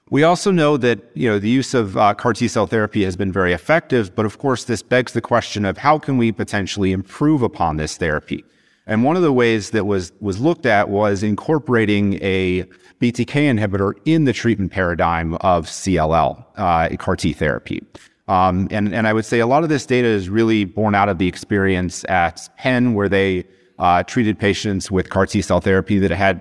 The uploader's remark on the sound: “Clinical Consults” event recorded at the 2023 Tandem Meetings.